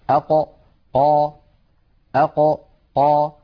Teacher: القاف كما نعلم يا إخوة من أقصى اللسان، مع ما يحاذيه من الحنك الأعلى. · Term: حرف القاف